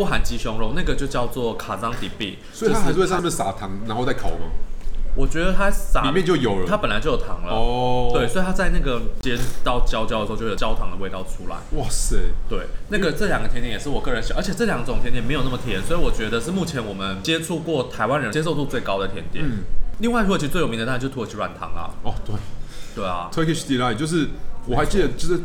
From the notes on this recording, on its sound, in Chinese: 本集白噪音指數：蚊風級 1/5。在台北永康街商圈的土耳其咖啡館內，伴隨著切割土耳其甜點【果仁蜜餅 Baklava】的刀叉聲。進行了一場像是完全沒注意到桌上有麥克風（而且錄得清清楚楚）般的自然錄音。錄音地點：登陸土星土耳其咖啡永康店。